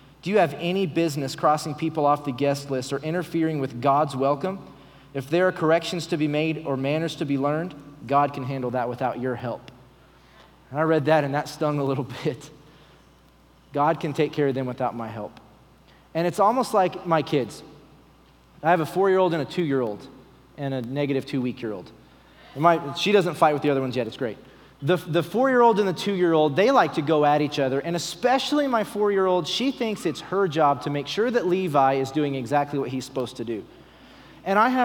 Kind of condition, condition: setting, large echoing room